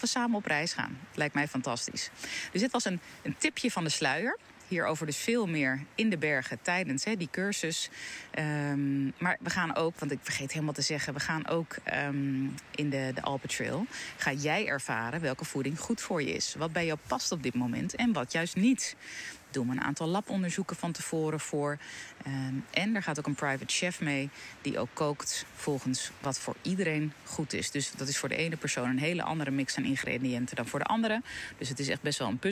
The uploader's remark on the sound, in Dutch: Opgenomen in het bos